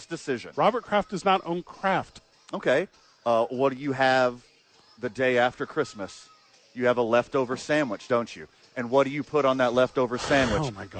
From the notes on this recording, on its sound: live from ABQ AXE